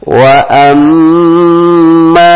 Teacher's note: ada mim bertasdid, maka ditahan dua harokat dengan berdengung